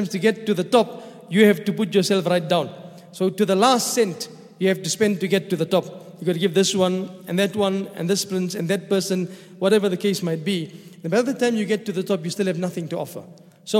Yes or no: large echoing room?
yes